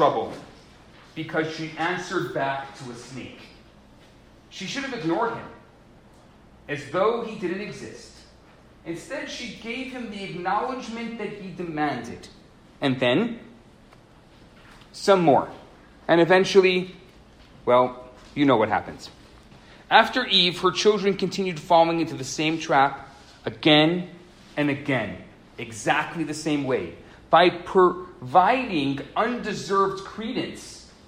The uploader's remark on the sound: Recorded Live at Chabad NDG in Montreal Quebec.